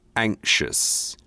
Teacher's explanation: I'm giving a more North American pronunciation. British people, there would be more of a slight k in there.